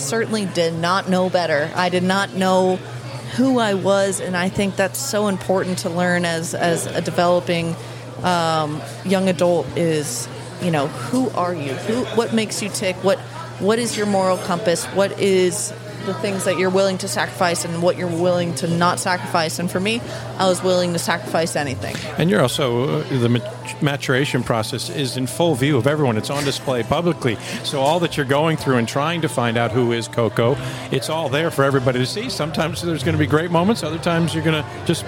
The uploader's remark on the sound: After the Waikiki 株塾 Cup, a three-day tennis event held in Waikiki, Hawaii. This interview was recorded in the lobby of the Outrigger Reef.